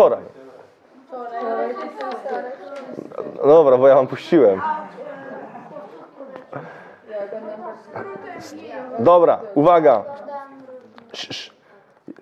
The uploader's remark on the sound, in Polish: Materiał nagrany podczas odprawy na Konsultacji Szkoleniowej w listopadzie 2022.